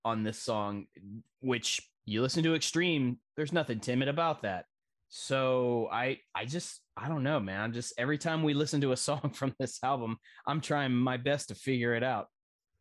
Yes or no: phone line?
no